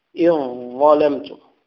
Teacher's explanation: الذال في الظاء، لأن الذال والظاء نفس المخرج · Term: إدغام كامل